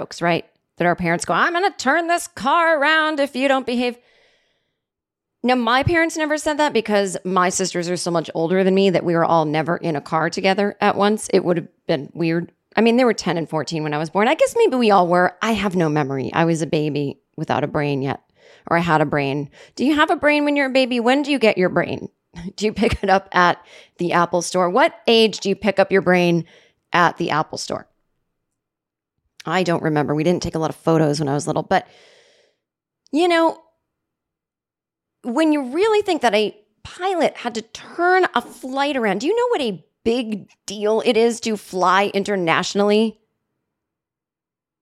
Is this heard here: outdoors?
no